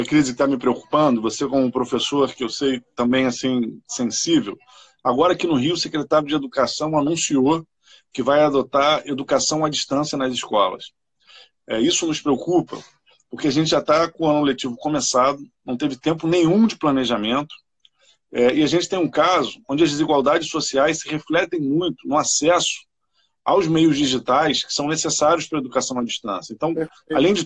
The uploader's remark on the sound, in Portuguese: LIVE no Instagram